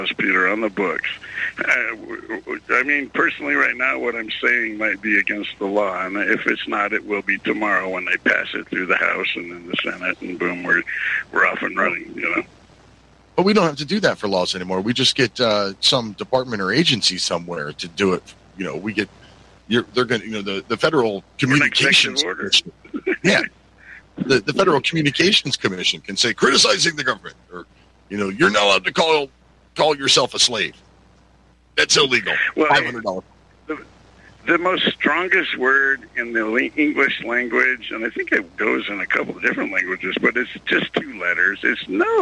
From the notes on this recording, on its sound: Your Phone Calls!